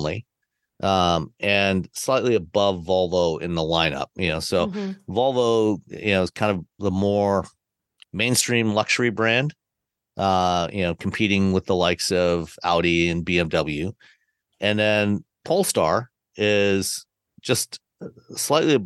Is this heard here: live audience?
no